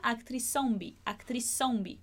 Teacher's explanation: E com a letra Z, a gente também acaba fazendo a mesma coisa, acaba prolongando um pouco esse som de S que a gente tem